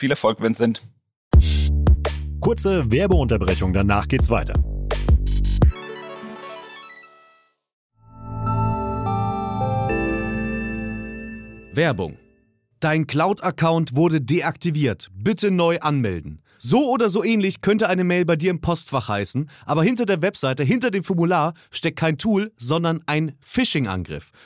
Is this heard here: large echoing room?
no